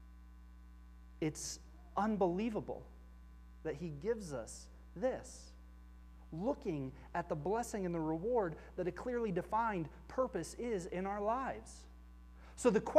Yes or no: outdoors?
no